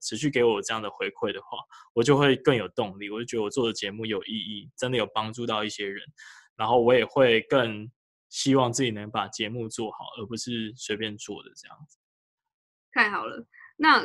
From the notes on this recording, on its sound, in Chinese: 遠端錄音 #ZOOM